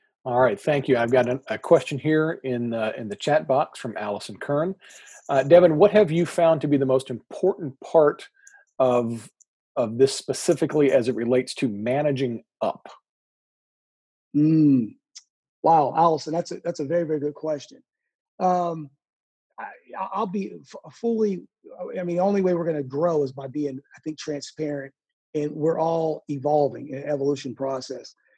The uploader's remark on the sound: joined me for a small college AD Zoom conversation